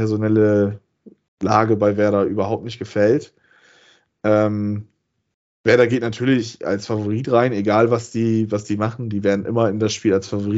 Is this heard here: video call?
yes